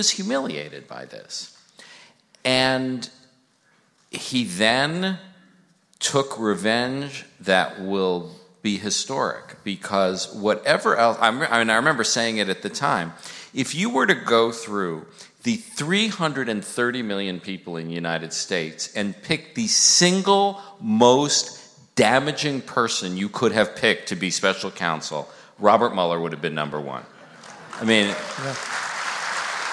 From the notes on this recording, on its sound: Live from Town Hall.